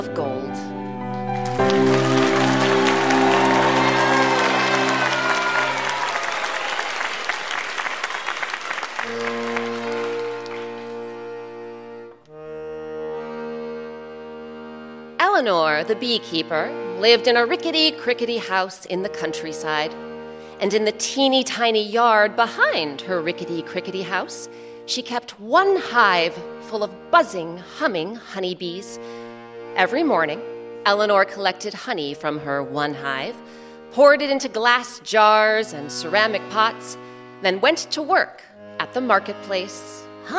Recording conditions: live audience